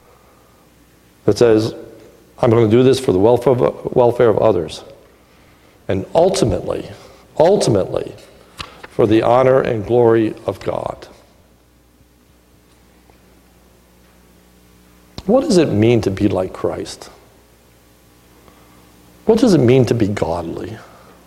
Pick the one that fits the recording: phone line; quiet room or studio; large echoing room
large echoing room